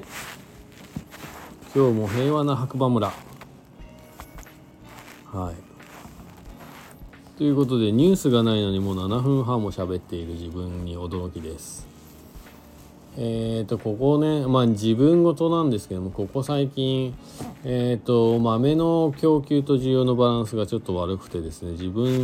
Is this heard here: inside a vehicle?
yes